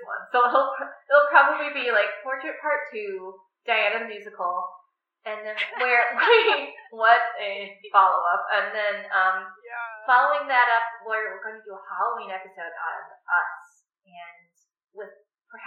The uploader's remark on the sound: The audio quality is a little rough in this one (sorry!)